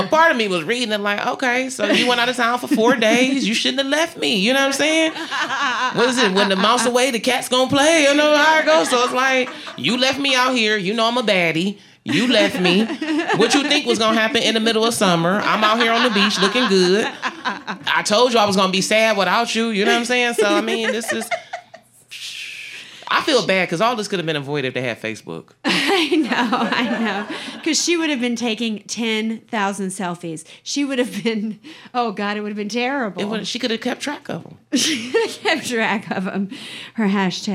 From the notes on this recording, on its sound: Recorded live. At the Detroit Women of Comedy Festival at the Independent Comedy Club in Hamtramck. That wonderful mid-day audience that showed up!